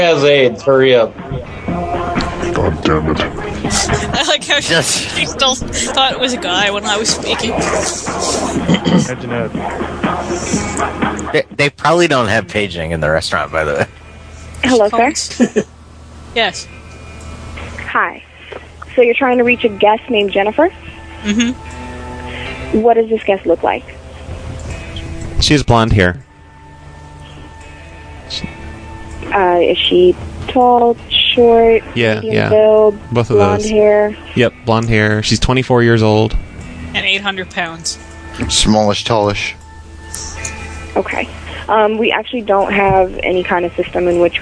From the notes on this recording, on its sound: Prank Phone Calls